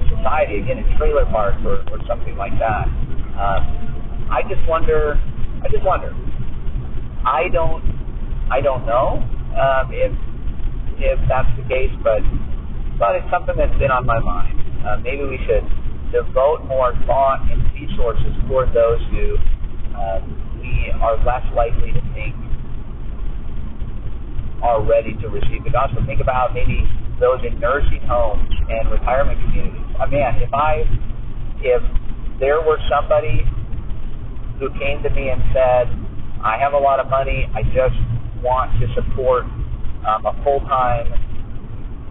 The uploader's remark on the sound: Another bad recording, but I couldn't just delete it.